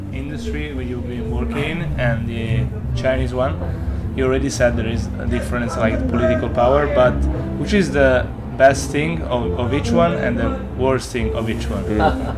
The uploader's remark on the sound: Recorded live at the best jazz bar in Hong Kong, Orange Peel!